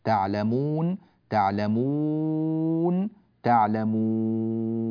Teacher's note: هذه النون المفتوحة صارت نونا ساكنة، لماذا؟ لأننا وقفنا عليها، تعلمون، فجاء حرف المد هنا وبعده هذا السكون العارض بسبب الوقف، فجاز فيه حركتان، وجاز فيه 4 حركات، وجاز فيه 6 حركات.